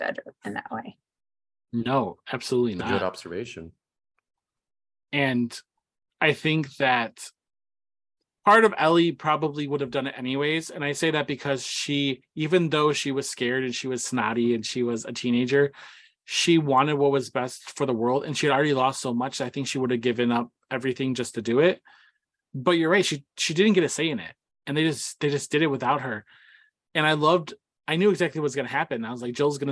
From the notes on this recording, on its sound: That includes us here at The Cosmic Circus, so of course we had to jump on Zoom for The Last of Us discussion podcast, capping the end of an excellent season.